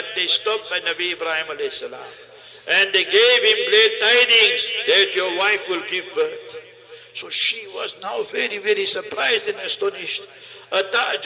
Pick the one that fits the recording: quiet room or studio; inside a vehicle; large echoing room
large echoing room